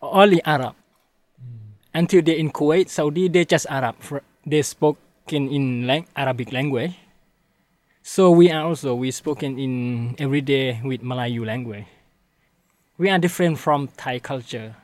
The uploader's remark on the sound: Recorded at the Friese-Greene Club in Bangkok, Thailand.